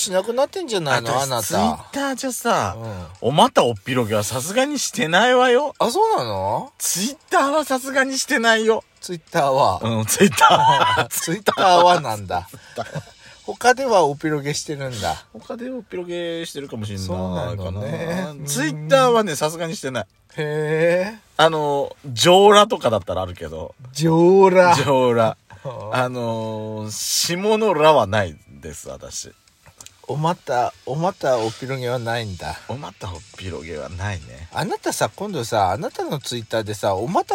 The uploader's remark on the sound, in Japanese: パーキング収録